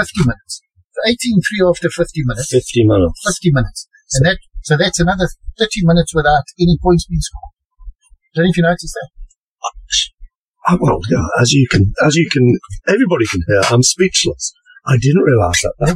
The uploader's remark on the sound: DISCLAIMER ALERT : POOR AUDIO QUALITY.